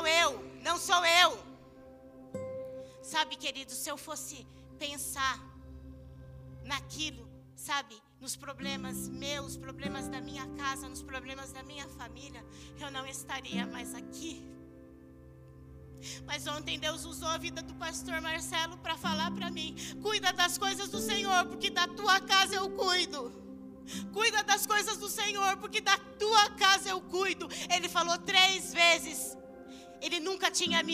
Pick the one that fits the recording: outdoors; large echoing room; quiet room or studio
large echoing room